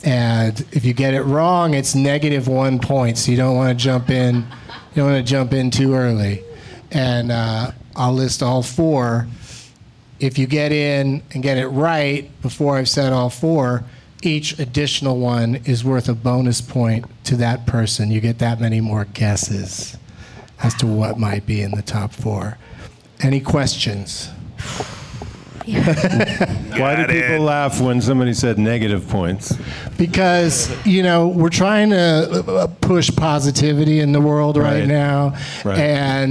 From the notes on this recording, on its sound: Live from the The Creek and the Cave in Austin as part of SXSW